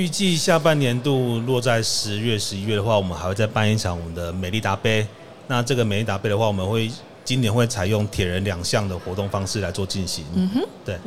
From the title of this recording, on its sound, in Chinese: 2022 Taipei Cycle台北國際自行車展-Live Podcast